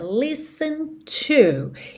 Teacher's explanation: você já percebeu que esse T não aparece